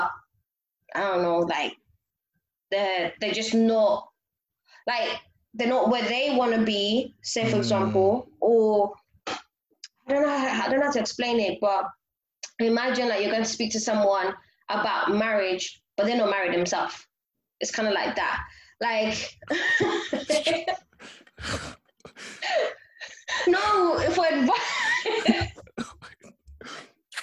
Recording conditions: video call